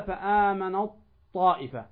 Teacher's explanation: ذهبت التاء وذهبت صفاتها · Term: إدغام كامل